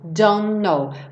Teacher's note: porque o T e o N são feitos no mesmo lugar